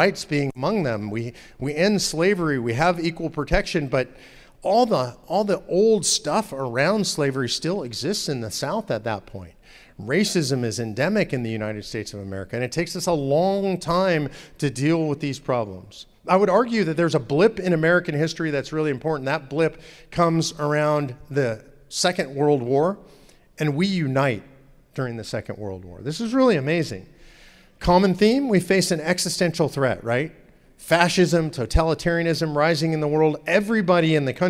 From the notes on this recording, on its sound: In part 2 of his talk at Living Stones Church in Indiana